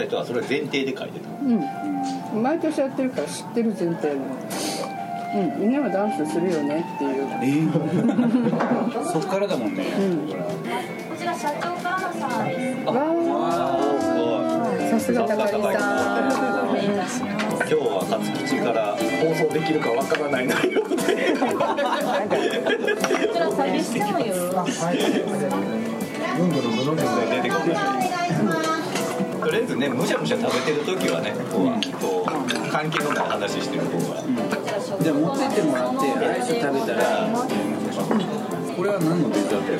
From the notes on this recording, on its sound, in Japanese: 店内BGMなどのノイズがガッツリです。お聞き苦しいかもしれませんがご容赦下さい。